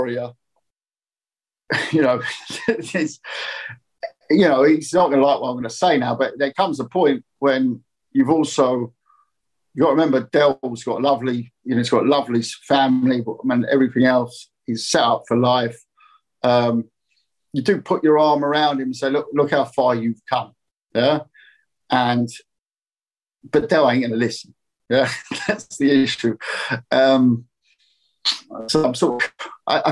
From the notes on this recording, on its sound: VIA ZOOM